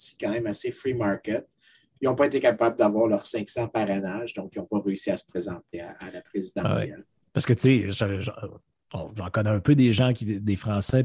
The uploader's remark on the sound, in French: On s'excuse pour la qualité du son, les enregistrements zoom, c'est ce que ça donne parfois